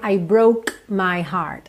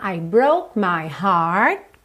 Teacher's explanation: Eu chego a ter essa sensação de fechamento aqui na minha laringe para fazer esse K, mas eu não preciso soltar ele com tanta percussão · Shown in: second take